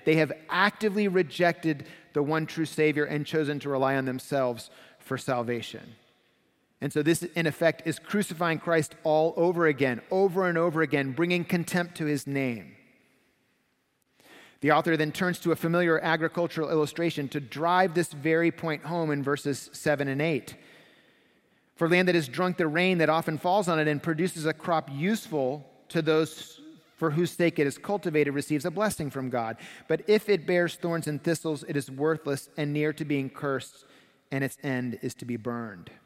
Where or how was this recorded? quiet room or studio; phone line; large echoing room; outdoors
large echoing room